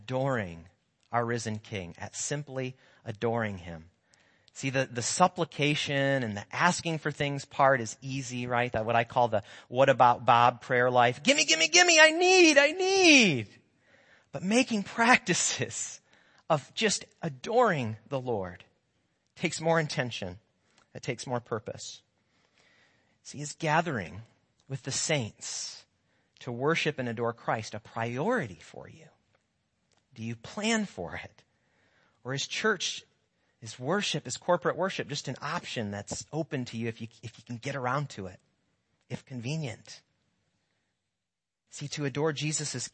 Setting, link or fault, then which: setting, large echoing room